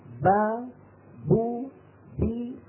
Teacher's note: كان الهواء محبوسا خلف الشفتين فلما فتحنا له الطريق تدفق بقوة فظهرت صفة الشدة